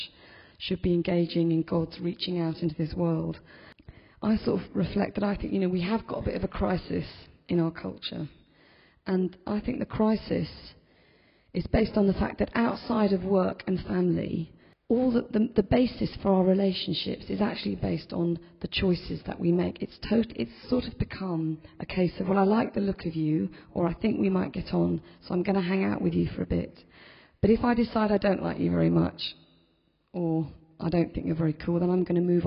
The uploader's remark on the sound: In this podcast recording of the homily in a Moot Community Eucharist on the 19th September 2010.